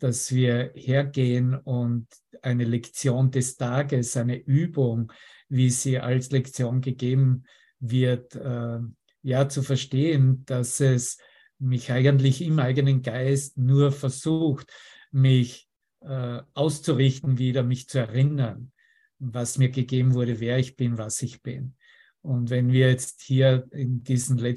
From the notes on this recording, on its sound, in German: Zoom-Session. Veranstaltet von der Aleph Akademie.